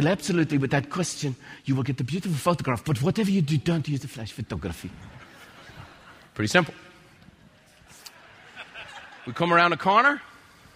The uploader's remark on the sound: recorded live at MasterMind Summit®